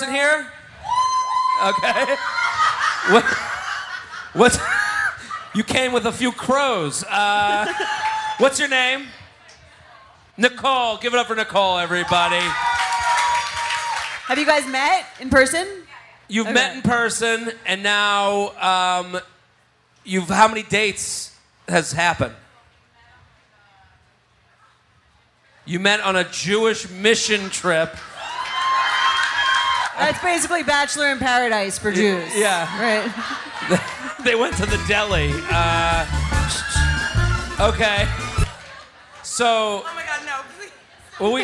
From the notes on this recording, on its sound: recorded live